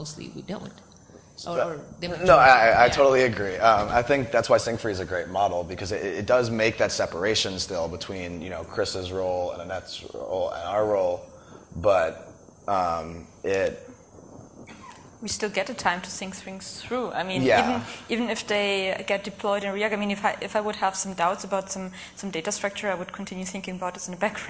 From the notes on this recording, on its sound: Live at RICON, 2014.